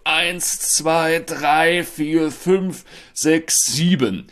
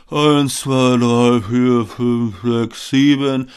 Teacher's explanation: Vermutlich jetzt nicht besonders prägnant und so ein bisschen hauchig und wenig tragfähig. · Shown in: second take